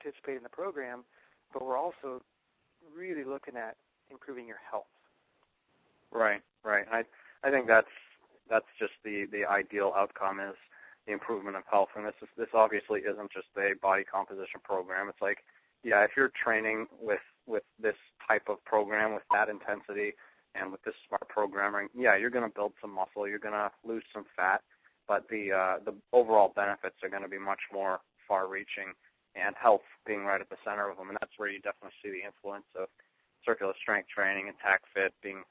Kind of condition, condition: link, phone line